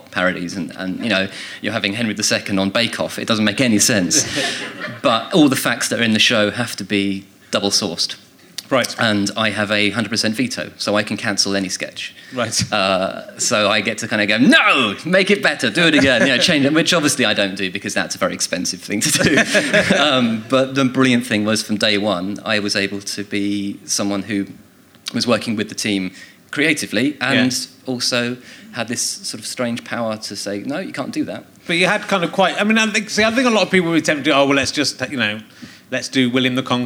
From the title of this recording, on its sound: Leicester Square Theatre Podcast